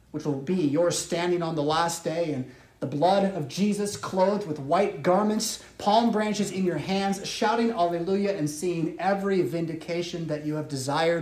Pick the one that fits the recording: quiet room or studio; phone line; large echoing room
large echoing room